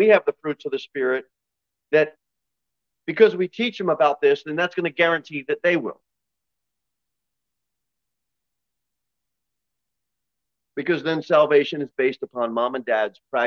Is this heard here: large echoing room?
yes